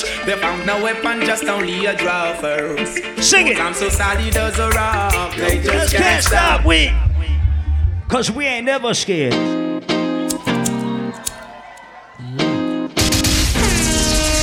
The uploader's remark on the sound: Live audio recording of my set at island saturdays on march 11